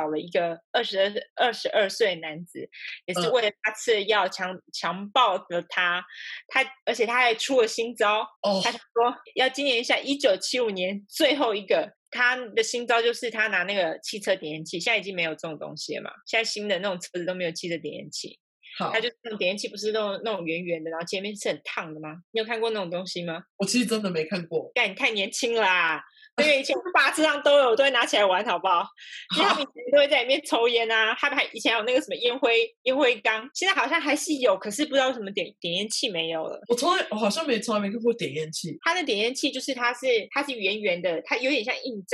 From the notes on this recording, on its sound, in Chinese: 初期音質不佳，近請見諒。